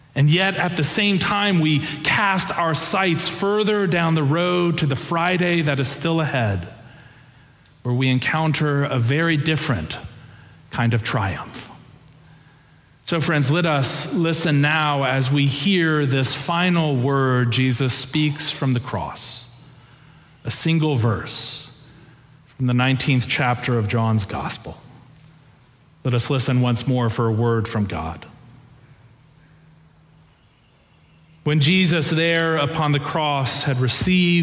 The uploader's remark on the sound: Preached on Palm Sunday (April 2, 2023) for our Sanctuary Worship Service.